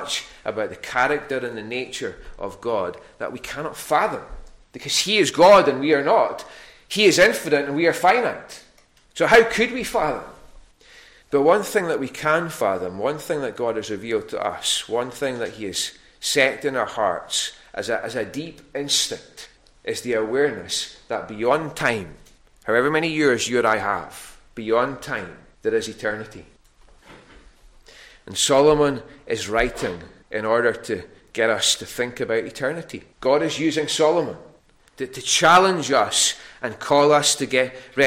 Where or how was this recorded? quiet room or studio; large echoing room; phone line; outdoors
large echoing room